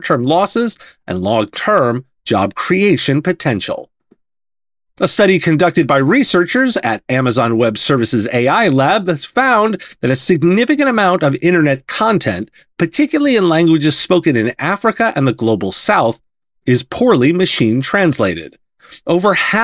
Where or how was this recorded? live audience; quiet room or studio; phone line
quiet room or studio